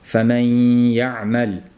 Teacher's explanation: Faman ikki harakat, taxminan ikki harakat miqdorida ushlab shu ushlash jarayonimizda havoning bir qismi og'zimizdan, bir qismi dimog'dan chiqib turishligi mana shu g'unnali idg'omdir.